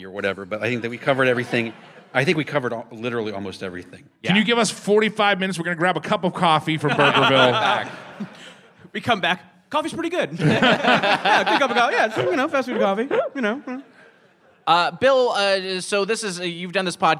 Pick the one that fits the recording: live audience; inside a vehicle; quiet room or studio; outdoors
live audience